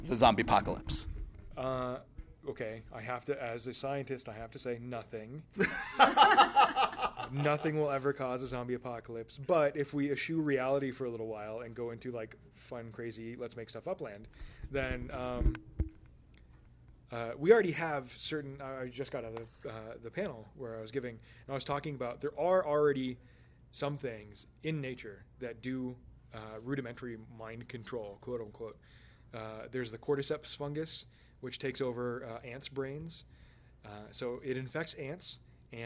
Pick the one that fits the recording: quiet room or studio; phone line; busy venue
busy venue